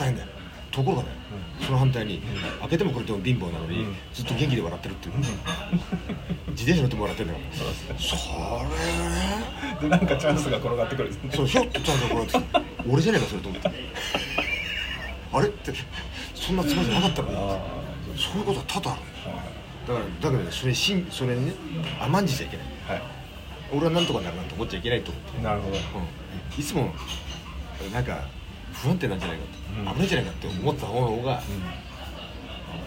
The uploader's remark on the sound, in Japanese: 焼肉屋の待合室から！野外録音とは言っても焼肉屋の順番待ちの間の会話から？！